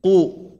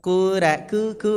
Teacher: kemudian selain tebal harokatnya juga di situ dhammah maka tebal dan dimonyongkan · Shown in: first take · ku Nah, ada yang baca kura ku ku bukan.